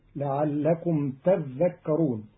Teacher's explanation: قرأ قالون كلمة تذكرون بتشديد الذال فتصير لعلكم تذكرون، وأصلها تتذكرون فأدغم التاء الثانية في الذال فصارت تذكرون.